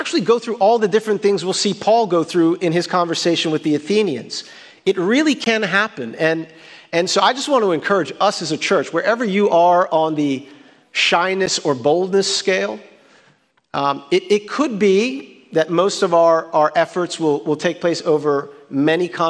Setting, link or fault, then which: setting, large echoing room